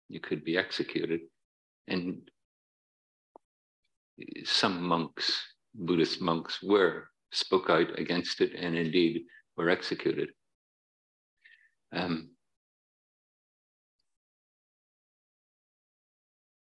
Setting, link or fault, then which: setting, large echoing room